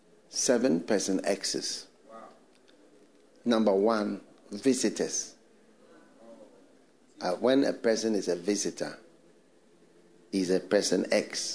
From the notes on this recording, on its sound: This Monday’s message has been extracted from the latest FLOW church sermon preached.